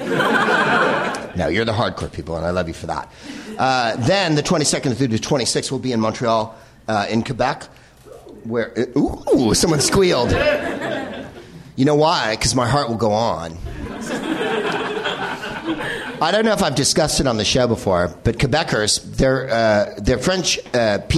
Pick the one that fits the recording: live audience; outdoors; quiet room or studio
live audience